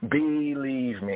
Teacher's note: I stretched out that E, the first E sound, right, as a long glide.